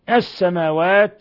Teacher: السماوات اللام هنا شمسية، أضغمت اللام في السين